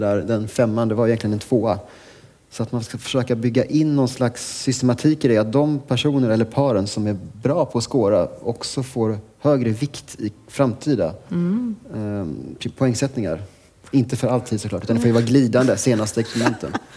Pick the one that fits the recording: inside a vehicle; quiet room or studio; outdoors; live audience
live audience